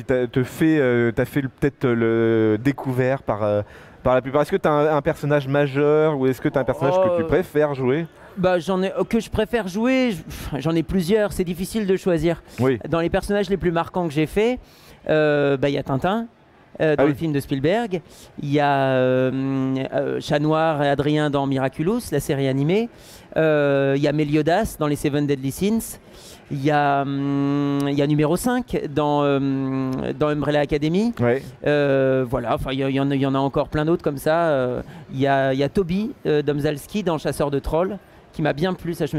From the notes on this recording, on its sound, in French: Interview enregistrée le samedi 4 décembre 2021 lors du salon Game'in Reims